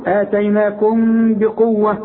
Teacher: اتيناكم بقوه، اوعى تضم لي شفايفك في الميم الساكنه اللي بعدها به، يحصل انفراد في الشفايف، ما تقفلش بقك، افتح لي بقك شويه. · Term: اخفاء